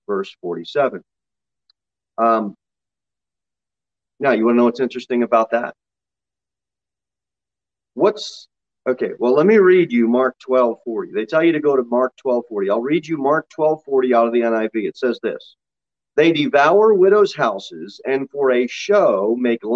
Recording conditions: large echoing room